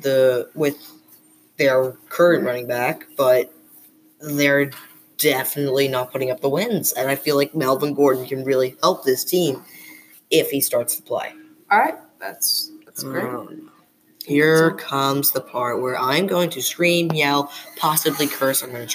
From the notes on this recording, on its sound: We have a lot to talk about but we still have yet to find a quiet location so please excuse the noise in the background.